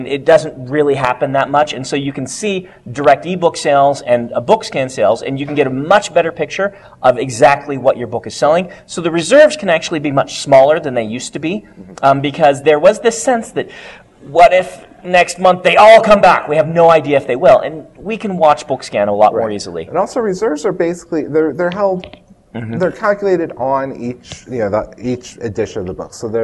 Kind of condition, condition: setting, live audience